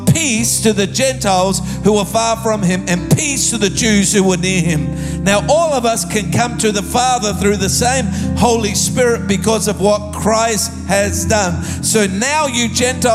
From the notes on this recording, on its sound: Recorded live at Planetshakers Church (Melbourne)